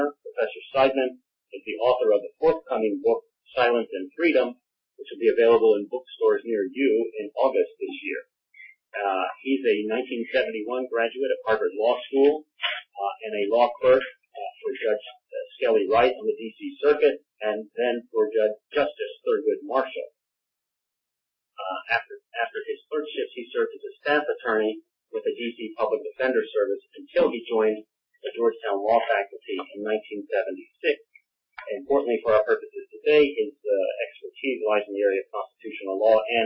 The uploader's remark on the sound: This teleconference panel discussion